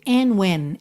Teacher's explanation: a gente ouve and when, juntando pelo N mesmo